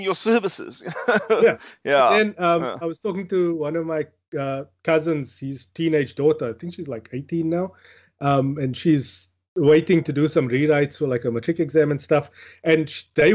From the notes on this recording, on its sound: Recorded via Skype